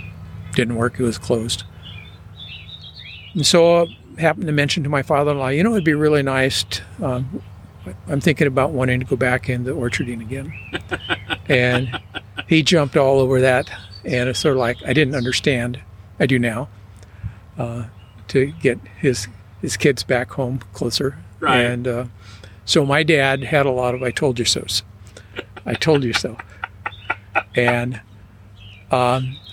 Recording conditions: sounds in the background